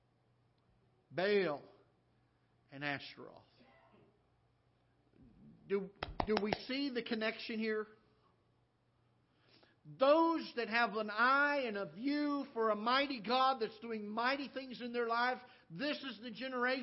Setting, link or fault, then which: setting, large echoing room